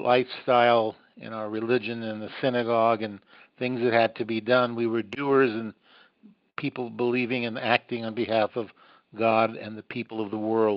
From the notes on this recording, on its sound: visit on the phone from Jerusalem